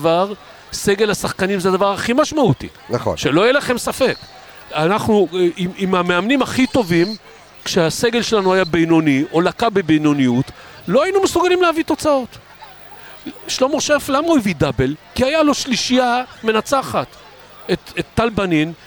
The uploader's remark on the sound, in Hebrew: פרק שהוקלט בחגיגות האליפות מס' 3, הרבה רעש, ים בלאגן